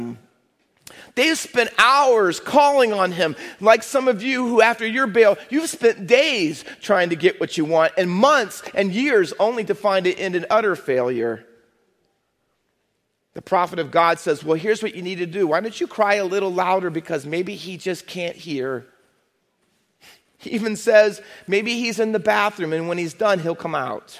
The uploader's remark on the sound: Faith Baptist Church in Hamilton, NJ.